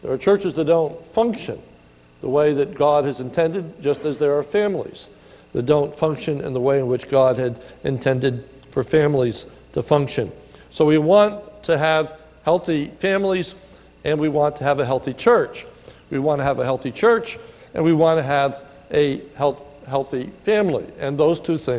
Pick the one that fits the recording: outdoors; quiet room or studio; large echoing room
large echoing room